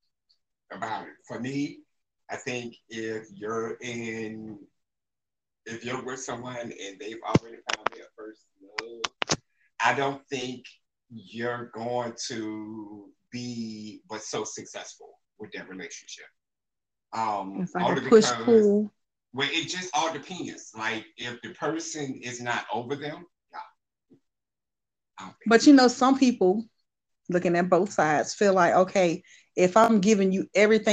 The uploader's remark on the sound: Apologies in advance for the audio in the beginning.